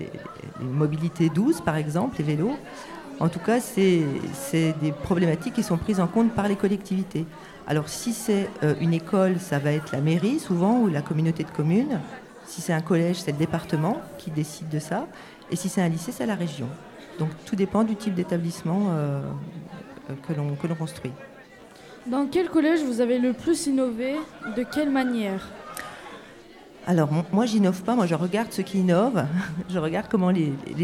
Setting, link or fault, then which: setting, live audience